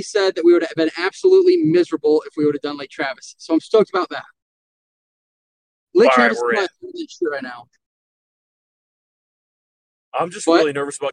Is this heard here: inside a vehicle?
yes